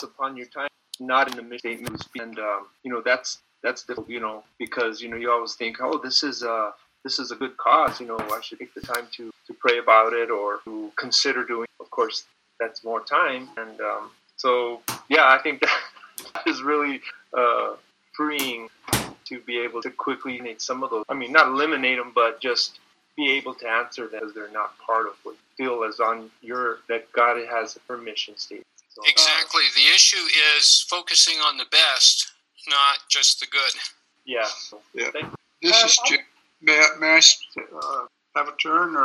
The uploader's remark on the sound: This was Zoom meeting #21